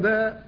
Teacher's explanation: نعم لا، لكن بالنسبة للامتداد حصل، الامتداد حصل من البداية، فعندما نطقت بأول الحرف قبل مده أخرجته من مخرجه وهو الشفتان مثلا الباء، قلت باء، فأول نطقك به خرجت الباء من الشفتين مفتوحة فقط، لكن جاء المد بعد ذلك فأرفدها فالتحق بها، فإذا الباء خرجت من بين الشفتين مفتوحة، والألف جاءت وراءها فكانت مدا لها فلحقت بها.